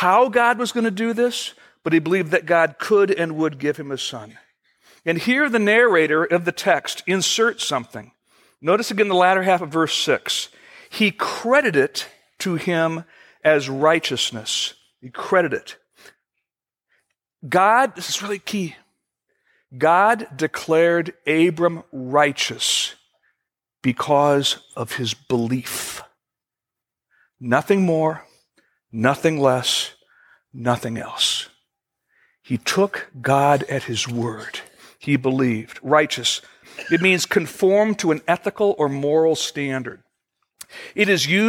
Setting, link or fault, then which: setting, large echoing room